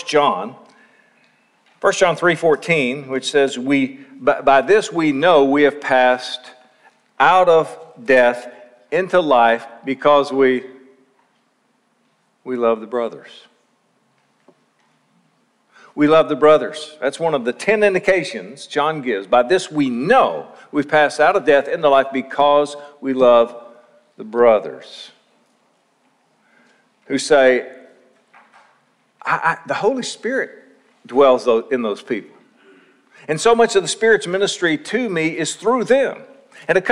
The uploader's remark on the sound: Session 1 of Lakeside Bible Church's 2019 Spiritual Life Conference.